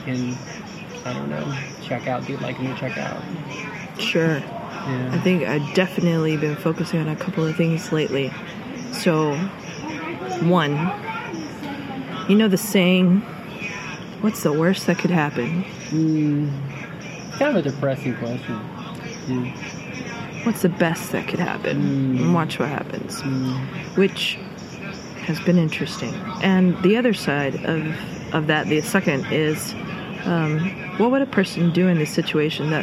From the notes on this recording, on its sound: Spontaneously recorded at Carlsmith Beach Park on the Big Island of Hawaii in 2021. Yes, there was some background sound, but I did my best to improve the audio.